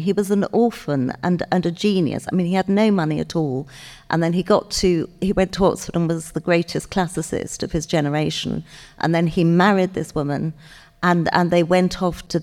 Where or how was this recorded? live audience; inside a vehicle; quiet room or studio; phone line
live audience